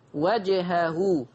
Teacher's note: الأولى بيان القلقلة لحرف الجيم وجهه. الملاحظة الثانية، ها هنا مد صلة صغرى، يمد بمقدار حركتين فقط، وجهه وهو وجهه وهو.